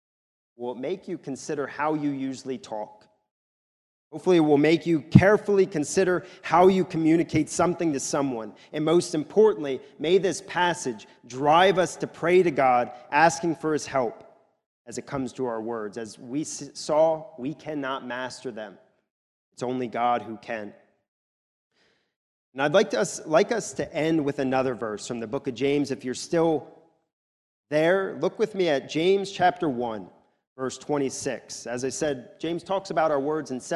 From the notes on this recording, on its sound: recorded at the Lebanon Bible Fellowship Church in Lebanon, PA during the morning service